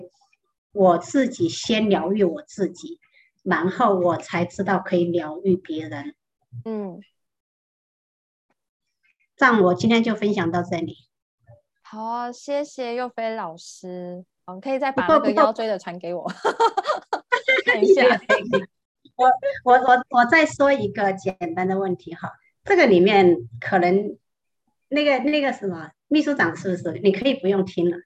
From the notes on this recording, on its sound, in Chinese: 聊聊好心芹ZOOM線上公益講座。